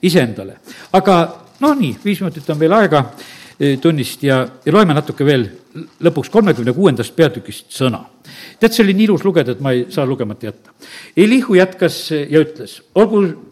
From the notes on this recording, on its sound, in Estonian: Audio salvestus koosolekult